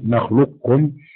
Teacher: فإنك تبقي صفة الاستعلاء في القاف عند النطق، وهو أحد الوجهين كما صرح به ابن الجزري في المقدمة.